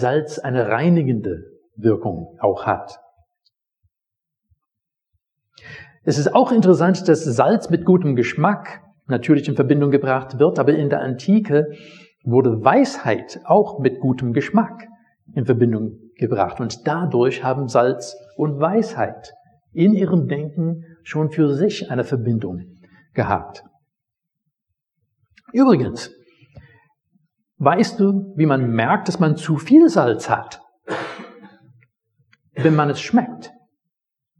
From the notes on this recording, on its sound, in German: Predigt aus dem Gottesdienst